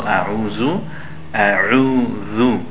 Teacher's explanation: Zal is from the teeth and the tip of the tongue. Not zu. A-ru-zu.